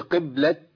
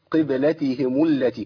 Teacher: محتاج إن أنا أبين قلقلة الباء، ما سكنش الباء · Shown in: second take